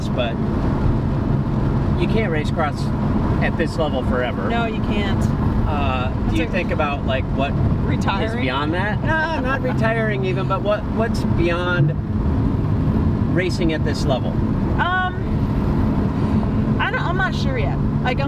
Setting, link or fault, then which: setting, inside a vehicle